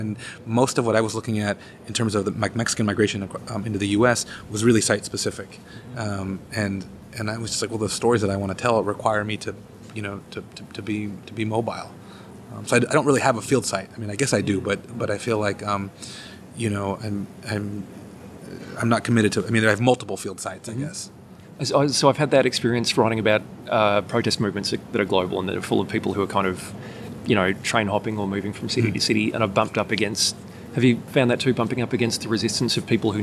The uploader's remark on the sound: We’ve got a roving mic on the loose. Roamed the halls of the 2019 joint meeting of the American Anthropological Association and Canadian Anthropology Society in Tkaronto/Toronto.